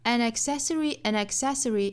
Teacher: an 连出一个小小的 n 的音 · Term: 连读